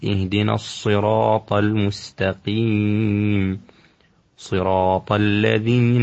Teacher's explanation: حرف الصاد من حروف الصفير، ينبغي أن يعطى تلك الصفة